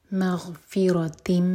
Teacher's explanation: را پر فتح ہے تو را کو منہ بھر کر پڑھیں گے بھاری پڑھا جائے گا